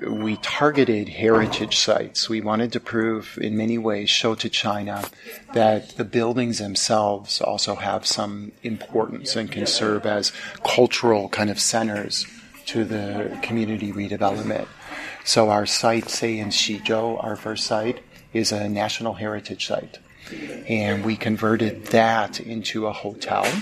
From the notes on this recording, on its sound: Apologies there is a lot of background noise during this interview as it was taken in the guest speaker social area. His talk at the Festival of Education Hangzhou.